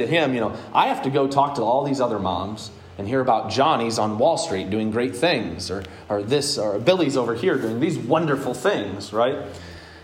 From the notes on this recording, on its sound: Today's word of encouragement comes from a sermon I preached at Hope Evangelical Free Church on October 3rd, 2021.